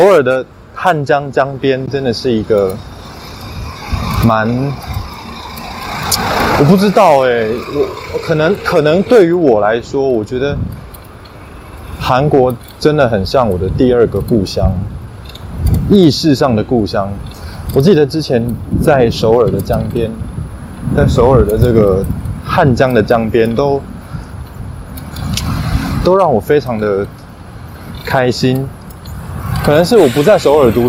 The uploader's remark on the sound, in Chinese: 在臺北離首爾最近的地方。本集為戶外現場收音，環境雜音多，介意者勿聽。就把錄音場地拉到戶外。